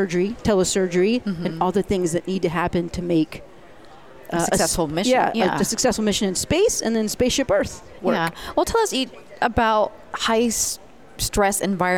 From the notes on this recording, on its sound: The VoiceAmerica Live events team. Live from day 2 at the event in Long Beach California.